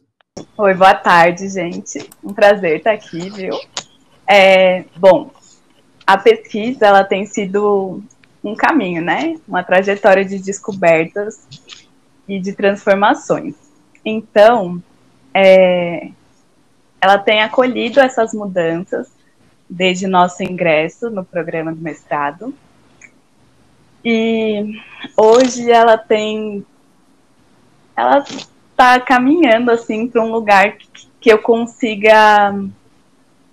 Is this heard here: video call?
yes